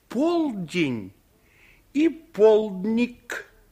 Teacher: Корень ден в этих словах один и тот же. Но во втором случае исчез гласный звук е. И остался только дн. · Term: беглые гласные